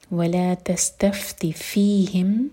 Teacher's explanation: ولا تستفتی سین پر وسل والا ساؤنڈ، اور جب فا پڑھیں تو پھونک والی آواز آنی چاہیے